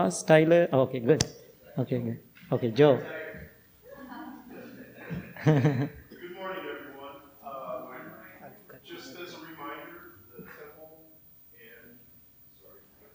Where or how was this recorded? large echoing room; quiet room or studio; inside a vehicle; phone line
large echoing room